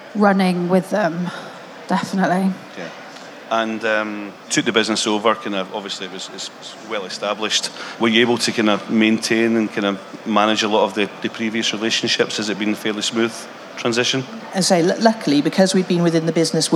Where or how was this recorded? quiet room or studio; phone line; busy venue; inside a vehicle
busy venue